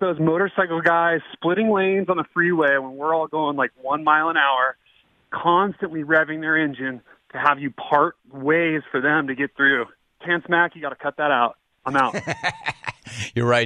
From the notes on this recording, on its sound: Phone Calls